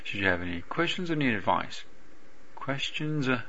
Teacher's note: or っていう単語が入ってるんですけど、これはほとんど聞こえないですね